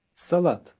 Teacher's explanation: The last letter sounds like a T, not a D.